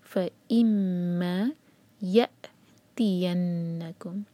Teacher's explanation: یا یہاں پر cut off sound آنا چاہیے · فا کے بعد جو حمزہ ہے اس کے لیے کٹ آف ساؤنڈ